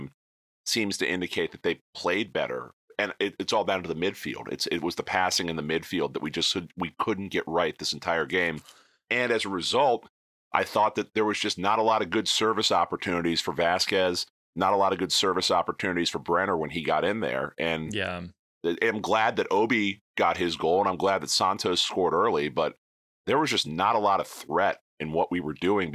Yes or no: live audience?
no